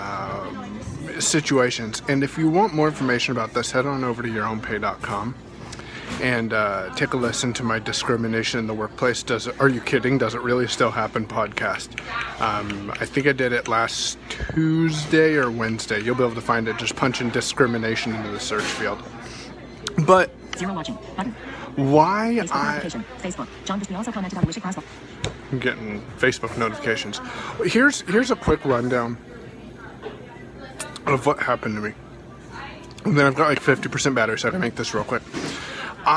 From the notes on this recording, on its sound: I recorded this scope while live at Starbucks today